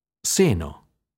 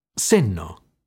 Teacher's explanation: Coppia di opposizione minimale. N nasale alveolare semplice, doppia N nasale alveolare geminata